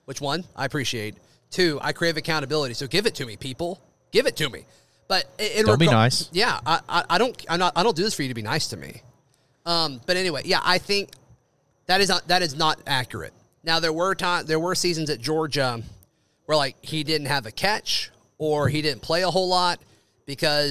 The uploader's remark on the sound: broadcast live from Baumhower's in Auburn.